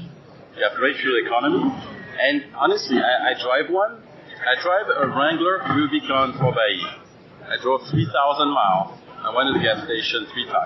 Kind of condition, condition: setting, busy venue